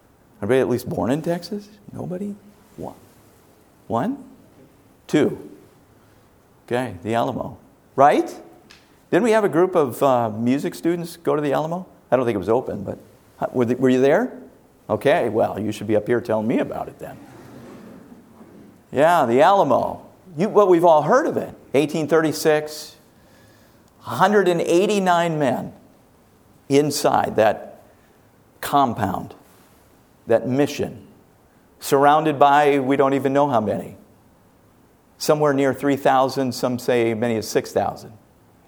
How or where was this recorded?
large echoing room